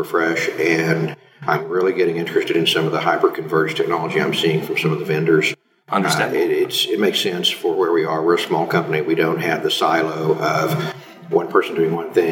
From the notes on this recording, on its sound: This interview was recorded in an echoey room with a single mic, so the sound quality is a little rough.